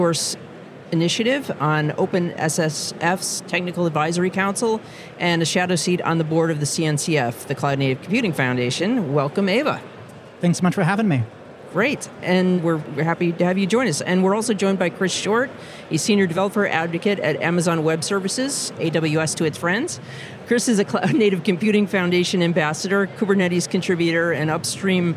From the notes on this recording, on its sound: On the Road episode of The New Stack Makers podcast. Was recorded at KubeCon + CloudNativeCon North America here in the Motor City.